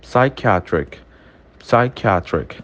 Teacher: Repara que o P, ele é pronunciado bem no finalzinho dele, né? E já deslizando pro som do S.